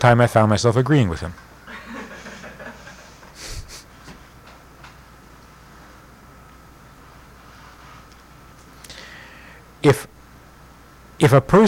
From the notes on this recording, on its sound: This audio is taken from a class given at Beis Chana's Jewish Un-Camp in the summer of 1986.